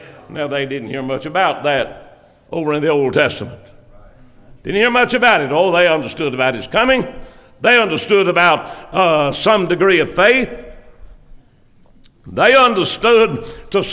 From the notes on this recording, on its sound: preached on 5/27/2023 at the Constitution Service for Blooming Grove Primitive Baptist Church